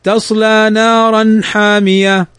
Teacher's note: تنوين بعده الحاء، والحاء من حروف الإظهار